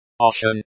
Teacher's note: The stress is on the first syllable. The ye in ocean is pronounced as the e in bed.